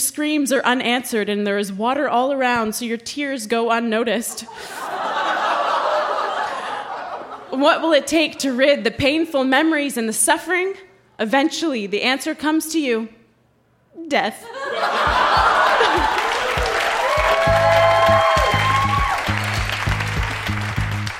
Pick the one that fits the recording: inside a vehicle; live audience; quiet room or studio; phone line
live audience